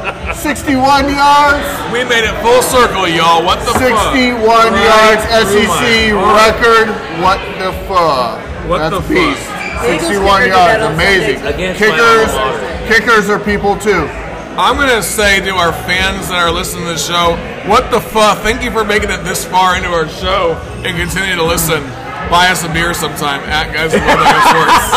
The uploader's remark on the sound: We are just some neighborhood friends who get together weekly at MJ’s Grill in Columbia SC with some brews and a microphone